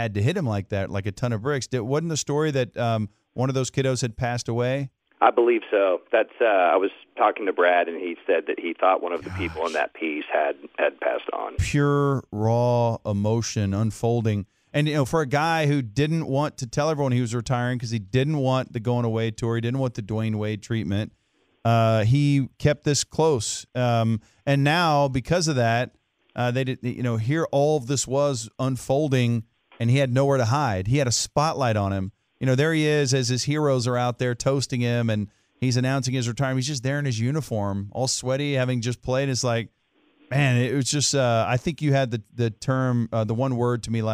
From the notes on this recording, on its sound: called in live from San Antonio